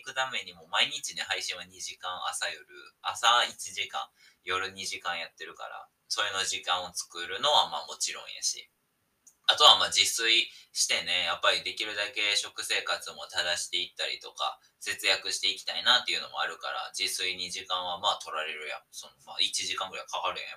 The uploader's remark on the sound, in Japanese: 音質悪くなっております！！今回は音質悪目です！（やらかしましたｗ）。